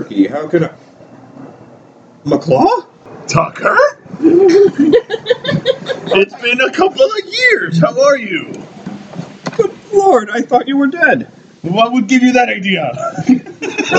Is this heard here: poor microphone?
yes